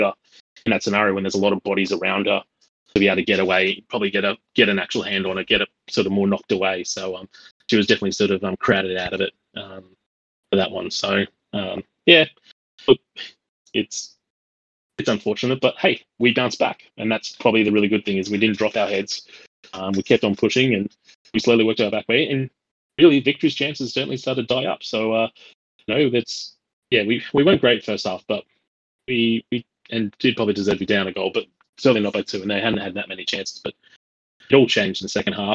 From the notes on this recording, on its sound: Audio quality is a little choppy in this one, 2022 wasn’t kind to us recording so apologies in advance.